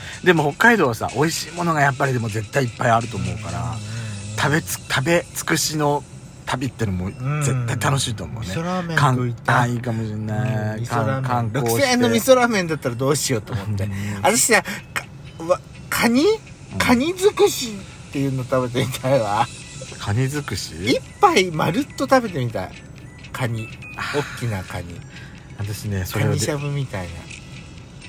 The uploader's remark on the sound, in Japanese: ドスドライブ収録 #ロードノイズゴメンね。